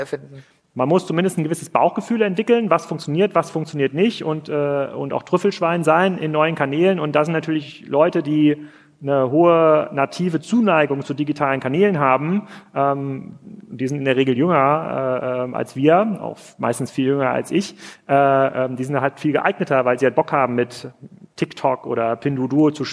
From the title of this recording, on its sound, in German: live vom POL